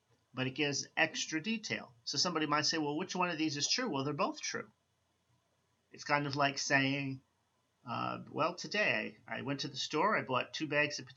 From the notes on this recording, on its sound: I apologize for the lower volume on this recording.